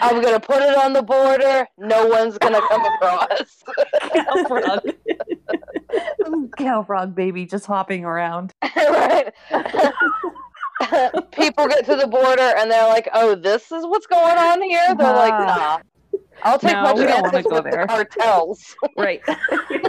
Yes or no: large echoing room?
no